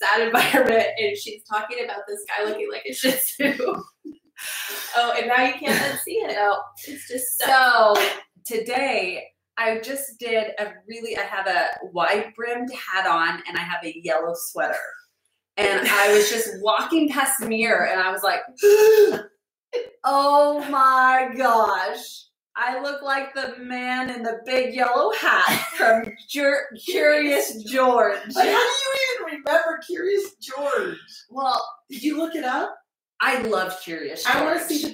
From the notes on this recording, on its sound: Unfortunately, we experienced some technical difficulties with our sound in this episode.